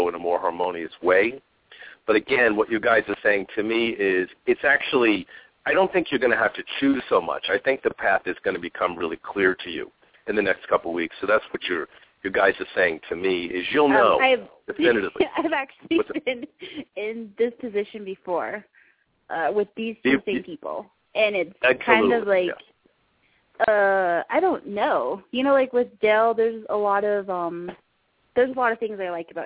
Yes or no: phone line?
yes